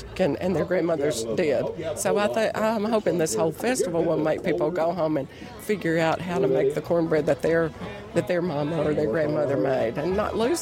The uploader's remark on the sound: an audio postcard from a cornbread--- that's right, cornbread-- festival in Tennessee